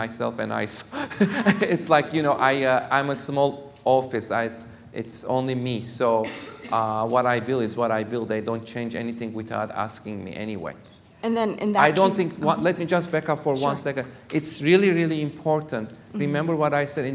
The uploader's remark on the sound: This was recorded at the 2011 Summer Conference in Washington DC.